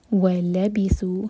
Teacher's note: یہ ہے وَلَبِثُوا، یہاں پر دو ورڈس ہیں، و اور لَبِثُوا، تو ہم لام کو تھوڑا زور دے کر پڑھیں گے ورنہ لگے گا واو لبیسو کا پارٹ ہے. تو وہ لبیسو، سو دوہر کا لمبا، مد تبعی دوما کے ساتھ واو، اور اس کے بعد جو الف ہے اس کے اوپر ایک چھوٹا سا سرکل ہے، تو ہم اس کو پروناؤنس نہیں کریں گے.